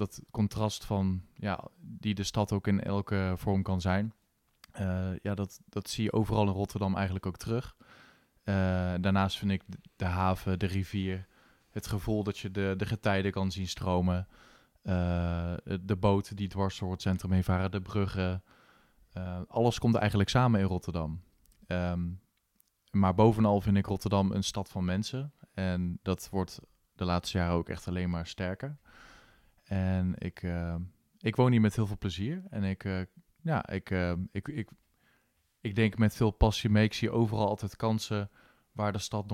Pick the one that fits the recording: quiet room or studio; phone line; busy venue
quiet room or studio